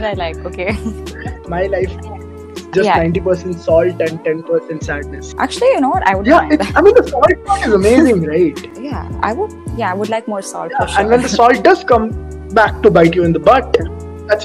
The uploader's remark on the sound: the app decided to bite me in the ass again by messing up the audio